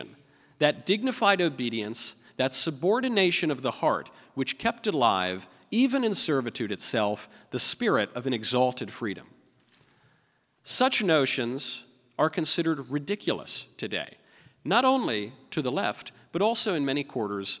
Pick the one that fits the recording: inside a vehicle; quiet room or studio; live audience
live audience